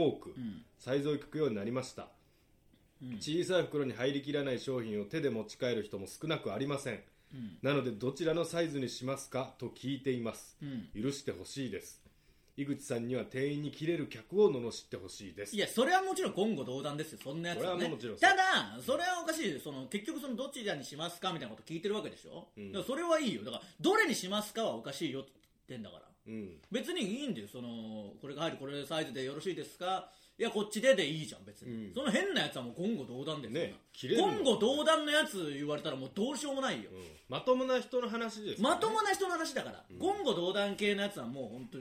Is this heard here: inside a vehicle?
no